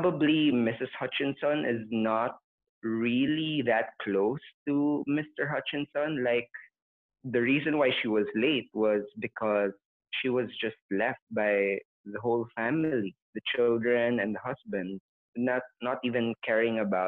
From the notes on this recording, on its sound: We sincerely apologize for the amateurish audio.